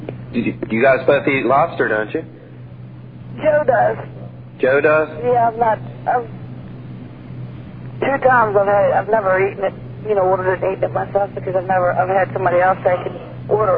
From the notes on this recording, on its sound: Prank Phone Calls